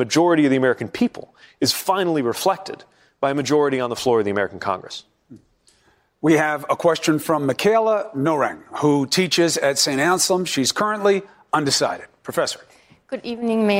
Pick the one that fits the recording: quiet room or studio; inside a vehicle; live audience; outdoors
live audience